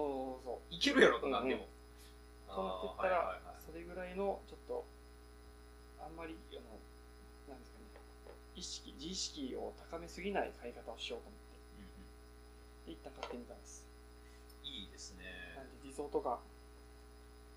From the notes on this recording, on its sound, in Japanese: 録音機材の関係でノイズが入ってるのはご容赦ください